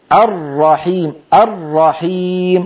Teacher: الراء المشددة هي مضاعفة راءان